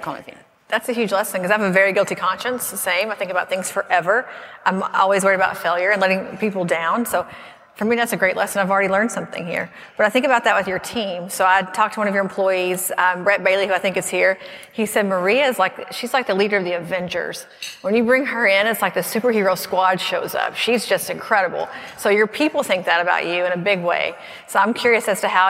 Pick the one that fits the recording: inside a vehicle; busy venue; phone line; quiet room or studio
busy venue